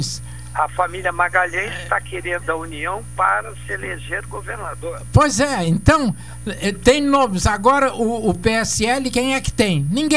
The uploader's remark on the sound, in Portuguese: (no estúdio). Por telefone.